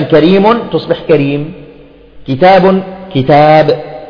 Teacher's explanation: الحذف إخواني هو حذف التنوين وقفا. إذن الحذف يتم حذف التنوين وقفا، وذلك في التنوين المرفوع، مثلا كلمة كريم.